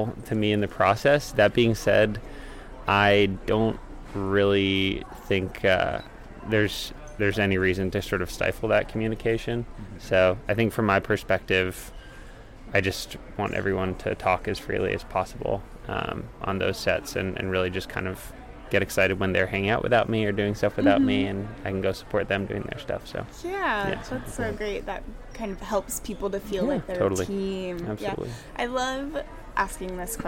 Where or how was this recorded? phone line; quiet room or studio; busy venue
busy venue